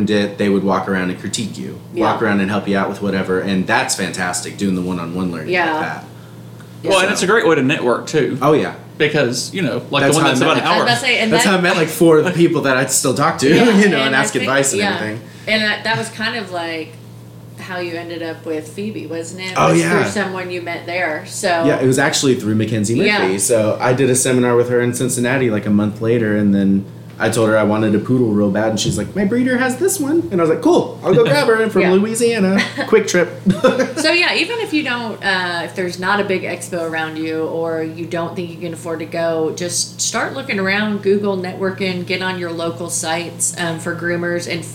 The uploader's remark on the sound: live during night 1 of PetQuest!